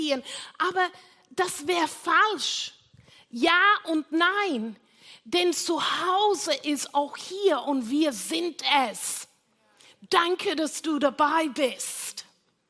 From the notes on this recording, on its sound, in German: Gottesdienst live aus der LIFE Church Wien.